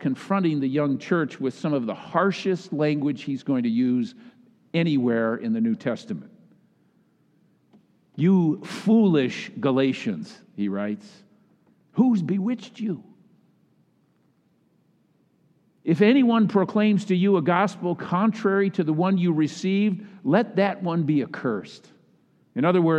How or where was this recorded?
large echoing room